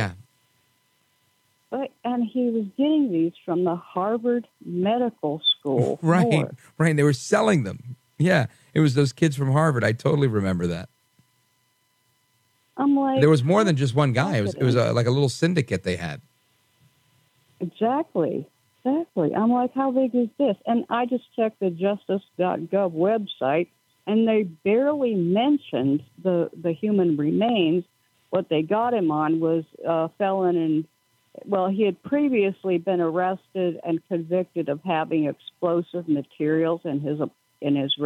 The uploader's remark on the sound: We take your calls in open phones across America.